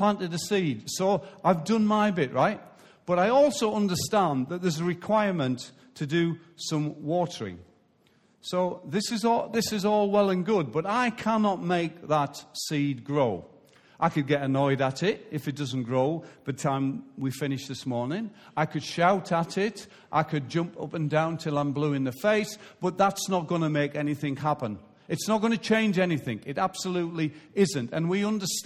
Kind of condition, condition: setting, large echoing room